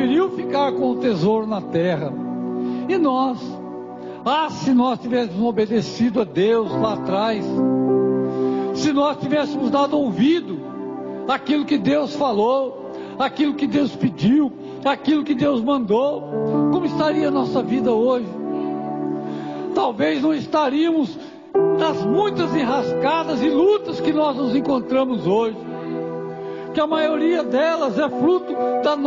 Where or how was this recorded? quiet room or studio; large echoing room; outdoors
large echoing room